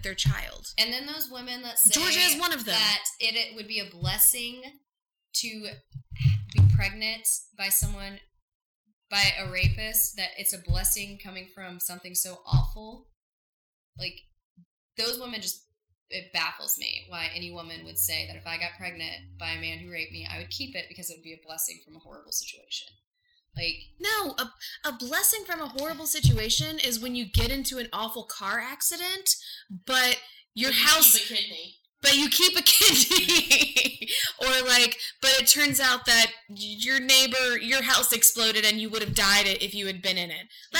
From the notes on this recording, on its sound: Please excuse our audio quality, future episodes are going to sound SO MUCH BETTER!